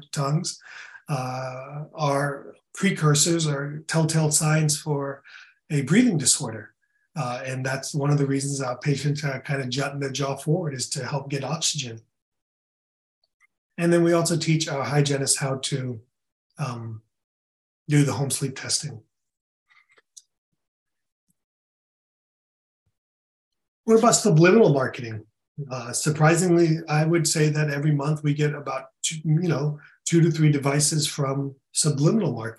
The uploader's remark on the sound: In this webinar recording